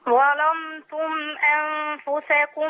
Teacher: اللام دايما ورش بيغلظها بيفخمها يعني.